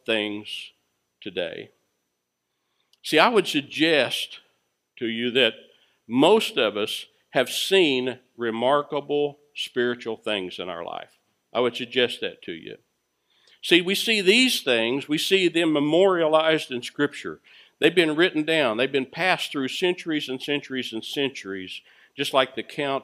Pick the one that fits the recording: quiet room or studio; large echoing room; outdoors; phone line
large echoing room